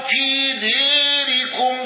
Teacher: أبو عمرو بالإمالة واندرج معه وجه للصور عن ابن ذكوان واندرج دور الكسائي